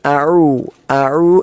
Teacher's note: രണ്ടാമത്തേത് ഐനാണ്, അഊ, അഊ എന്ന ഐൻ തൊണ്ടയുടെ മധ്യഭാഗത്തു നിന്നും പുറപ്പെടേണ്ട അക്ഷരമാണ്. പല ആളുകളും അഊദു എന്ന് പറയാറുണ്ട്, അഊദു എന്ന്.